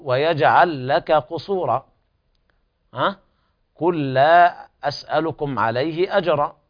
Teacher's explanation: الحالة الأولى الإضغام، تضغم لام الفعل إذا أتى بعدها لام أو راء، فاللام تضغم في اللام للتماثل